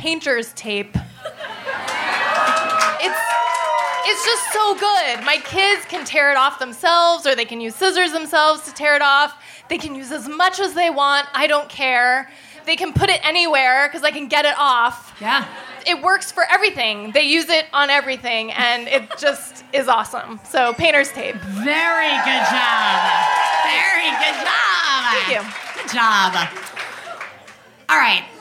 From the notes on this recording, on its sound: Live From Chicago. This is the second of two episodes recorded in May at GMan Tavern.